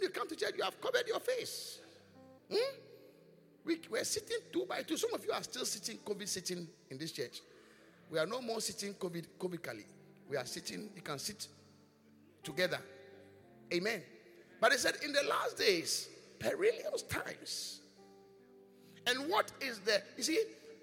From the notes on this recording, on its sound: Preached at The Qodesh